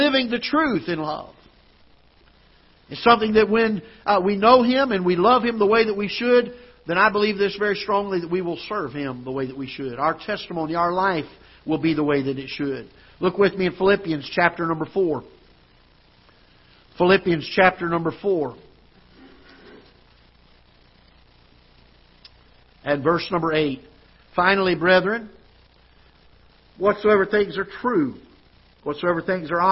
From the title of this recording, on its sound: Ketha Heights Baptist Church ~ Live Broadcast